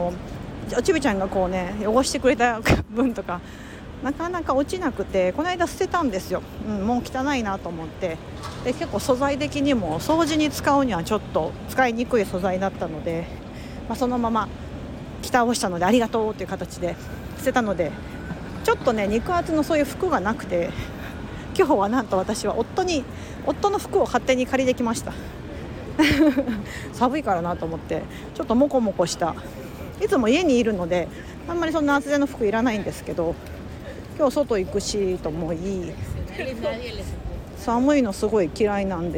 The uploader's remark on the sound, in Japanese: 雑談LIVEニューヨークを歩きながら、たわいもない話。